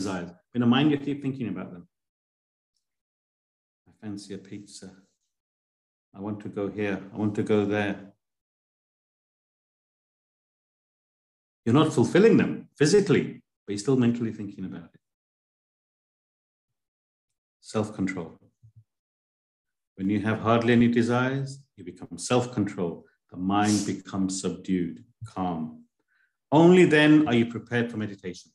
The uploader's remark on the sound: A live recording of a Bhagavad Gita class given virtually on the 30th of July 2023.